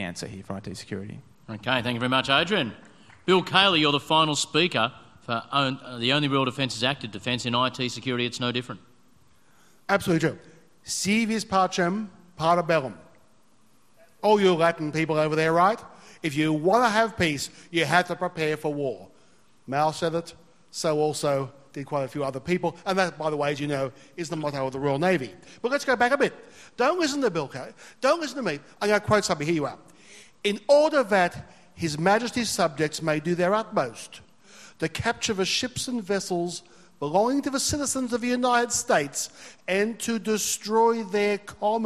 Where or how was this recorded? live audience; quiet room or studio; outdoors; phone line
live audience